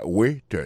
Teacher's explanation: accent tombé sous premier syllabe là